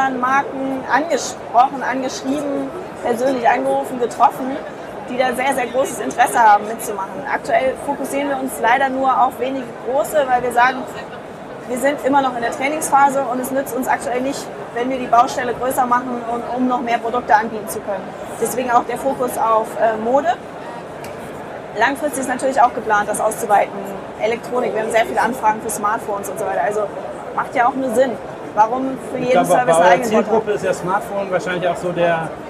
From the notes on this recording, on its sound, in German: Interview im Rahmen der DMEXCO 2016. Leider ist der Sound wieder etwas mau, wg. Der Hintergrundgeräusche bei der DMEXCO.